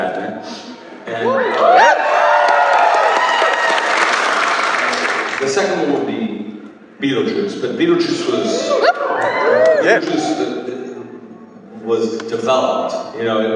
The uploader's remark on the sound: ALAMO CITY COMIC CON. Recorded the Q&A panel, shared here, in full, for the very first time.